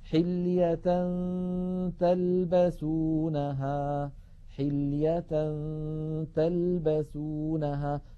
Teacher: فننتقل من التاء من كلمة حلية تاء إلى غنة، وقد هيئ الفم إلى قرب مخرج التاء، فإذا انتهى زمن الغنة نطقنا التاء